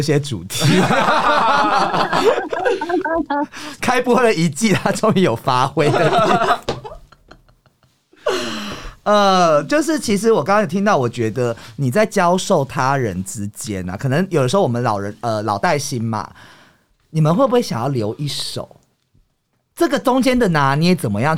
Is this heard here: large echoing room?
no